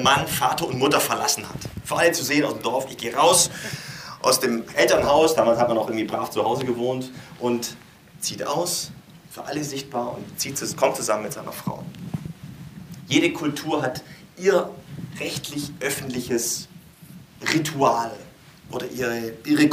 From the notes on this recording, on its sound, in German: Podcast-Mix aus der Goldgräberzeit des churchbrunch im Theater NN (2004-2010). Live gehalten auf Kanzeln und Bühnen, in Kirchen, Kneipen und Locations in Hamburg und anderswo.